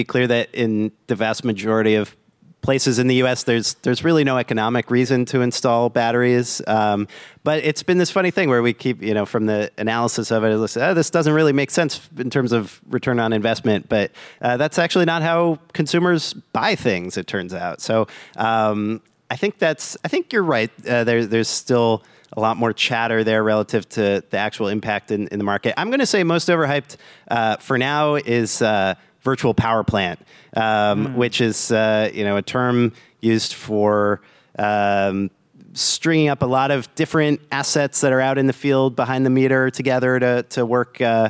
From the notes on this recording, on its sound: This week, we've got a live episode recorded at GTM's storage summit.